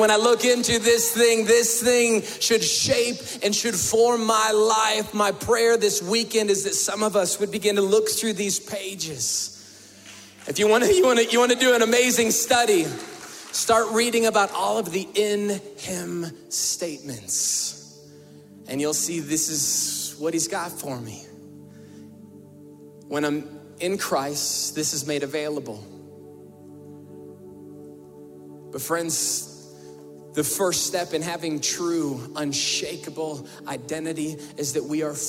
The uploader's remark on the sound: we were able to bring the weekend experience LIVE into our campus at the Denver Women's Correctional Facility